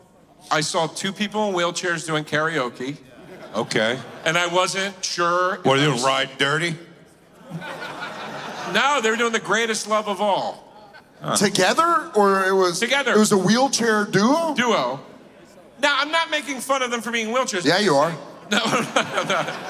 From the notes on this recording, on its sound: The Bonfire at Skankfest in Las Vegas live before hundreds of beautiful Skanks!